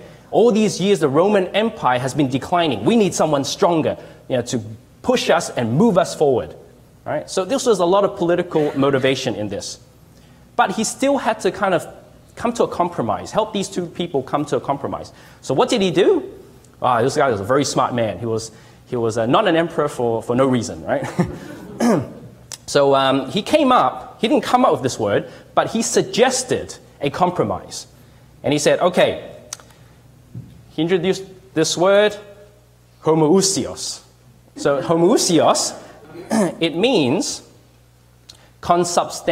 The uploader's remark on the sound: Delivered this message at LHIM ‘s annual 2017 Kingdom Fest. Delivered this message at LHIM ‘s annual 2017 Kingdom Fest.